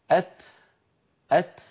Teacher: وعندما ينطق التاء يتبعها بنفس وسط، لا هو نفس شديد كبير ولا هو أيضا بتر